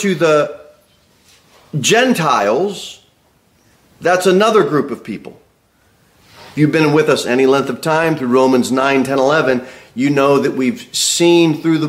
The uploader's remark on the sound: Sermon delivered at Pilgrim Baptist Church on Sunday, January 14, 2024, at 2:15 pm.